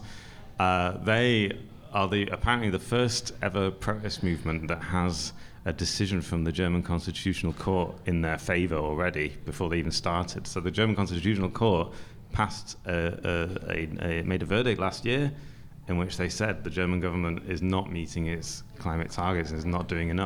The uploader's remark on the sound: goes live from Hotel Selina in Mitte